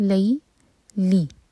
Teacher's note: باللیلی، با کے بعد جو الف ہے یہ حمزۃ الوصل ہے، تو با کو ہم لام سے جوڑیں گے اور لام پر فتحہ ساتھ میں یا، تو یہ ہے مدلین، سافٹ پڑھیں گے، لئی لی ایک حرکہ.